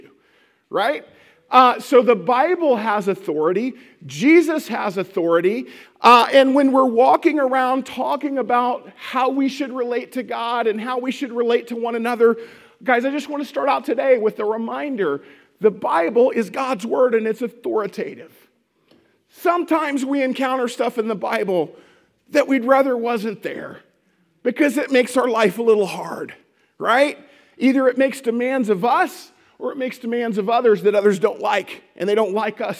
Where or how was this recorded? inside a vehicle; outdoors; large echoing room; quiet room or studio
large echoing room